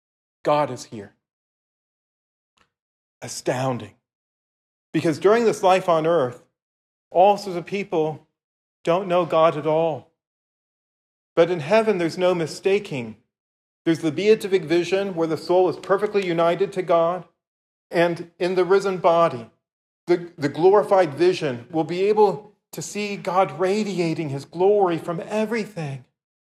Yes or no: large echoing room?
yes